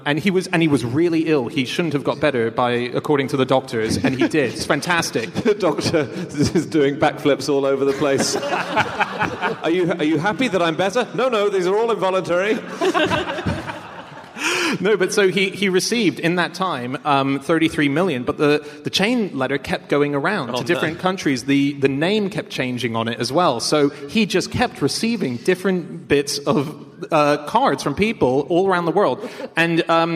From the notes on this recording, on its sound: Live from Berlin